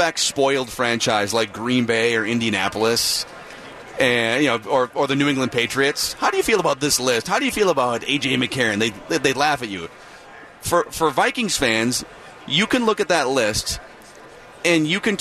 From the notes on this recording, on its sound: live from Radio Row all week